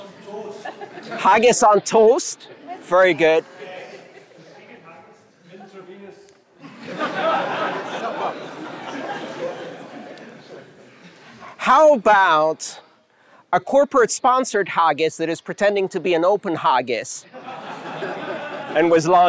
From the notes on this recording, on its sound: the live crowd and that guy with the great laugh about three quarters through